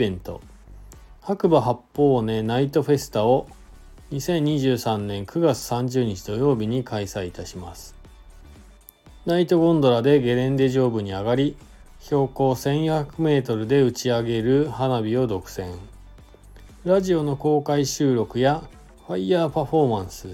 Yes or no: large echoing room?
no